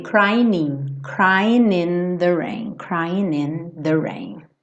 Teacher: Crying termina com G. Normalmente esse G não é pronunciado. São pouquíssimos lugares do mundo, pouquíssimos sotaques que falam crying, crying. · Então, normalmente a gente pensa nesse G sem som. E aí, como eu tô pensando no G sem som, eu faço uma ligação do N no I